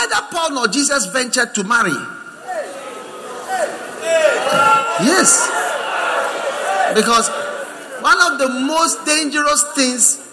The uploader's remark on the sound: Preached at the First Love Center, Accra.